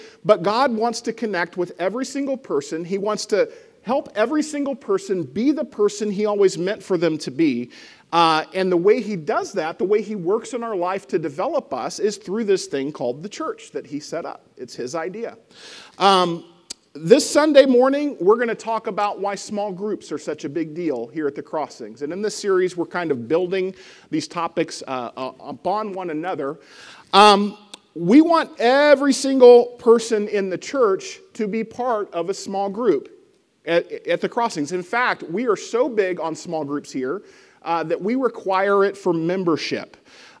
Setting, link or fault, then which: setting, large echoing room